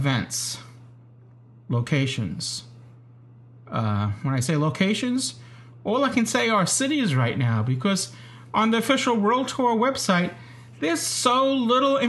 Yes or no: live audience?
no